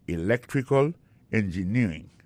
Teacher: Engineering, ça, l'accent tombé le même sur avant dernière syllabe là